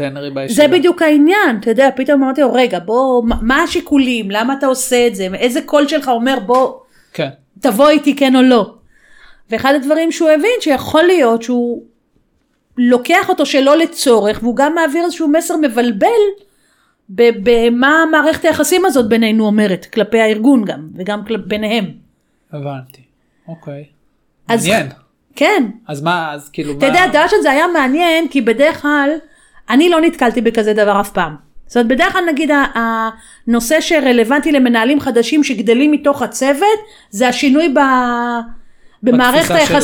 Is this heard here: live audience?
no